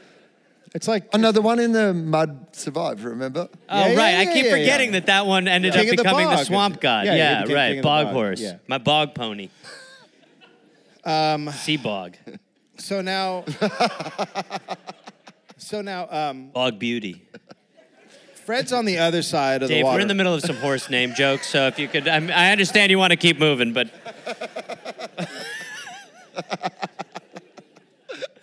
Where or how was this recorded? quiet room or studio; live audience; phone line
live audience